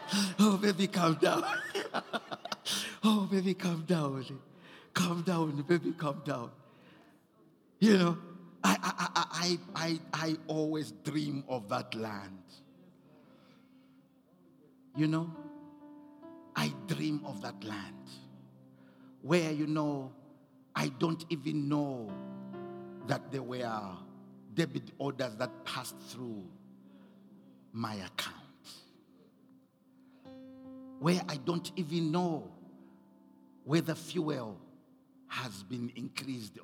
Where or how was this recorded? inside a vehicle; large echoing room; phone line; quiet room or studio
large echoing room